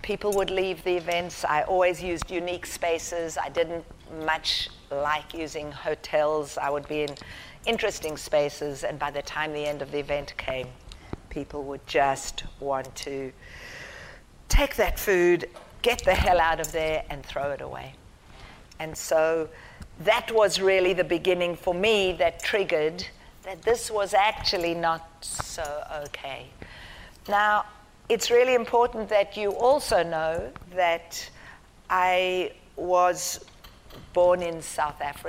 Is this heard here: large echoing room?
yes